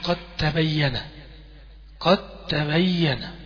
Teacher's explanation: الأول الدال في التاء نحو قد تبين، يبقى الدال في التاء، الدال لما تيجي ساكنة في الأول وبعدين التاء متحركة بنضغم الدال في التاء · Term: الإضغام